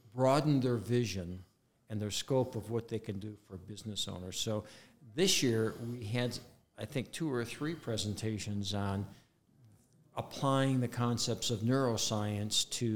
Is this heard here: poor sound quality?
no